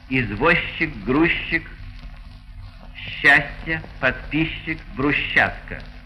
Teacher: Группы ЗЧ, СЧ произносятся как ща.